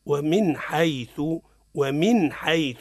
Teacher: معناها أظهرت النون الساكنة من غير غنة طبعا، ما فيهاش غنة · Term: الاظهار